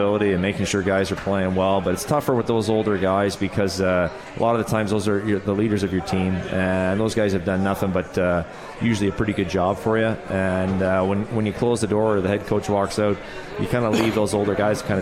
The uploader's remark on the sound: live from The 72 Tavern